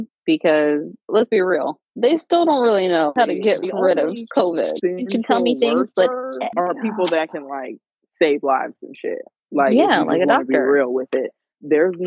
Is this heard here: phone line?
yes